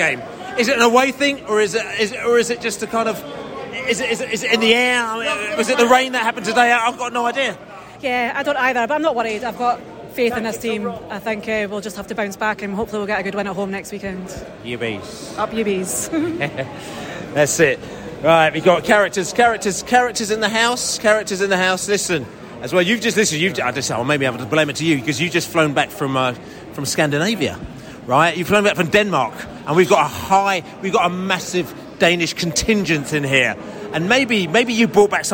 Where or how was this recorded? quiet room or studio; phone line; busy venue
busy venue